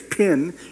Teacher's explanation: When you say pin, you'll feel a puff of air. · Term: aspirated stops